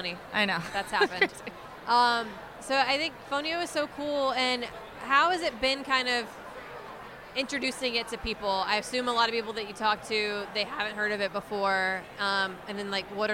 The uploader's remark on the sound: at the Good Food Mercantile 2020